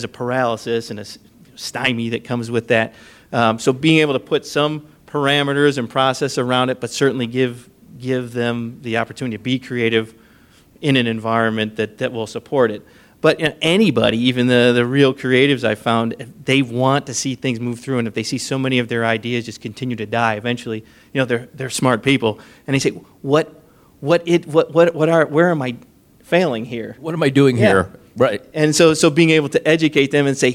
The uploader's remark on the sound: This is the audio recording from the live event on 9/21/2017 at Rev1 Ventures.